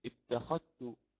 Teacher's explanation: وقلنا يدغم الذال في التاء